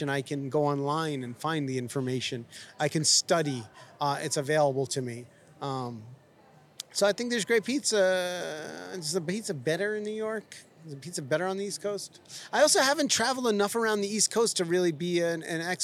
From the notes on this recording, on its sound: Danny Boy's Famous Original Pizzeria, nestled in the heart of downtown Los Angeles. It was a beautiful, sunny L.A. We got to chat right outside the restaurant.